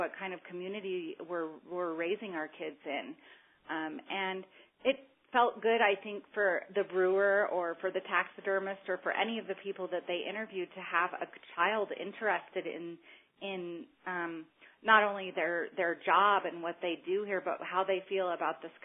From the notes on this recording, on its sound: On this call recording